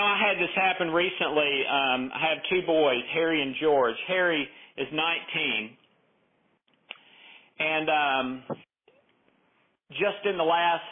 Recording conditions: phone line